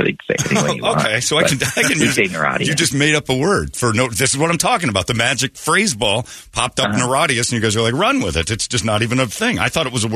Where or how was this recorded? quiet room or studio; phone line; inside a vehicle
phone line